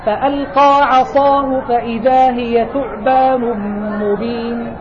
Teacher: ولما تبالغ في الاثنين تقول ألقى عصاه، أيضا فخمت الاثنين بدرجة واحدة. أنا أريد أن أسمع صوت التفخيم في القاء استعلاء فقط، وفي الصاد استعلاء وإطباقا وزيادة